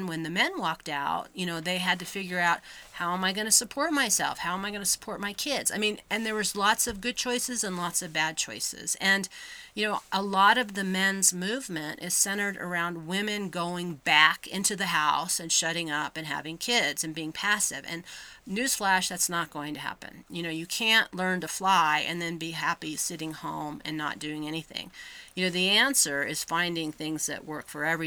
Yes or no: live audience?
no